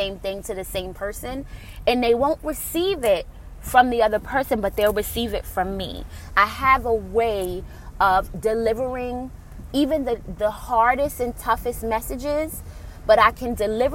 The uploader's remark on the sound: Enjoy the sound of the rain pounding on windshield of my vehicle.